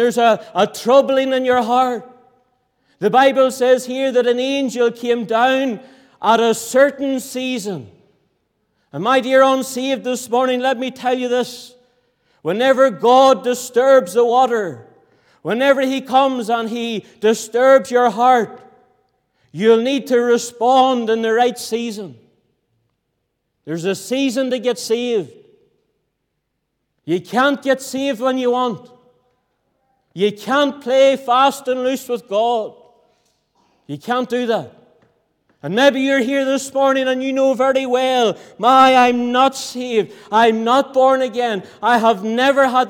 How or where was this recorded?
large echoing room